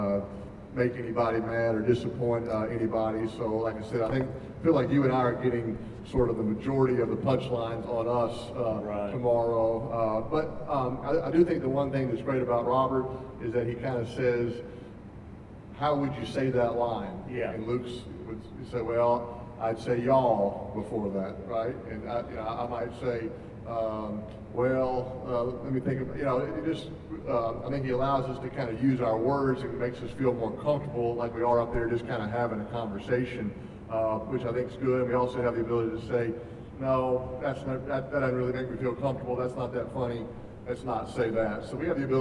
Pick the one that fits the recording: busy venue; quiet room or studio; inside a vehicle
busy venue